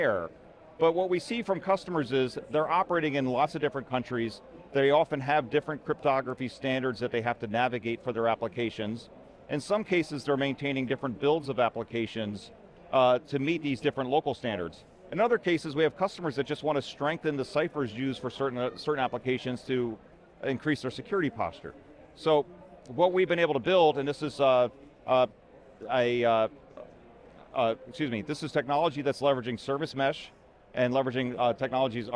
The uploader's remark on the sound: Recorded at VMware Explore 2022.